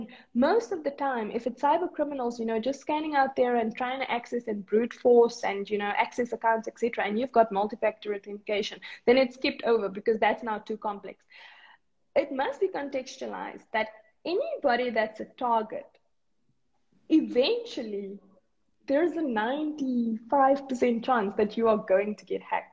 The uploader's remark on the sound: This is an Instagram Live interview